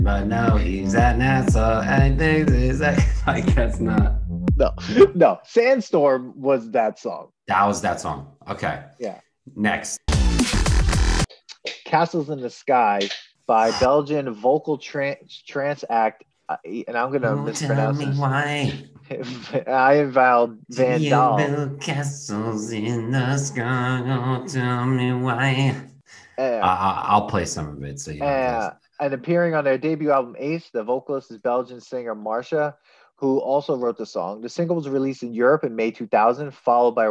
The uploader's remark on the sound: This was recorded on April 19th, 2021, on Zoom so there are some small sound discrepancies